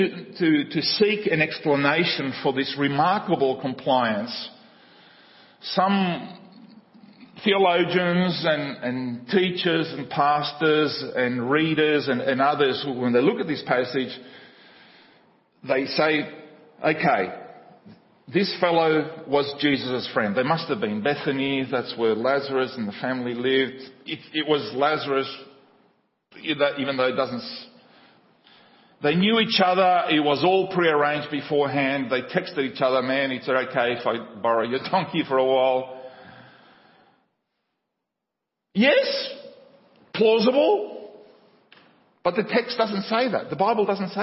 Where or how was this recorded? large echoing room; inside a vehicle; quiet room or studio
large echoing room